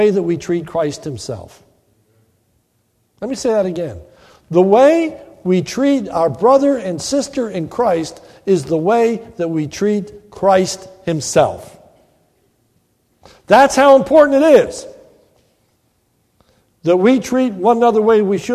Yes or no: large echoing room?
yes